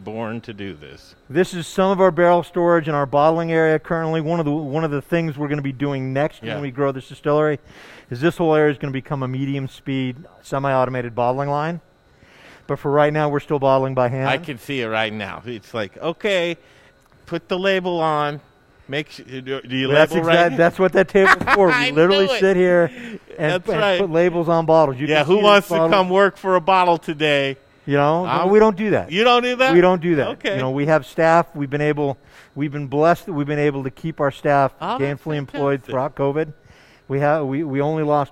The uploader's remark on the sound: We're live at Golden Moon Speak and Golden Moon Distillery today.